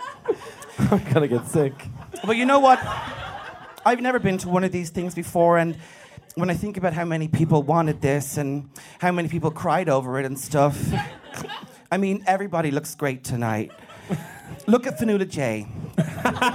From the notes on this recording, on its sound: the lads decide to do a live recording